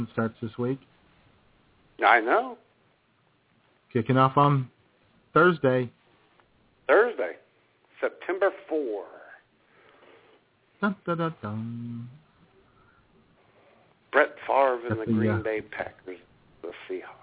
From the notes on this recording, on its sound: your phone calls